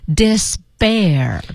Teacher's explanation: 在音标里写的是清辅音啪。但是要把它读成浊化音波